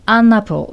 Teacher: アンの N とアップルの A をくっつけて · Term: リエゾン